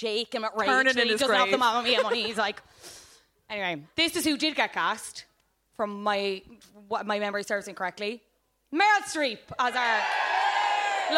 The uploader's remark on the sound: Live from Cyprus Avenue